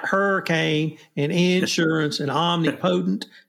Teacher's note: I always emphasize the first syllable